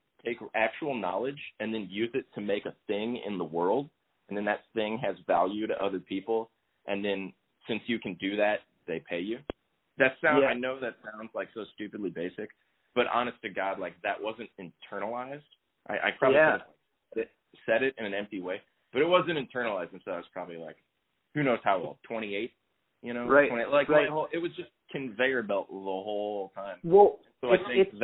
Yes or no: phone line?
yes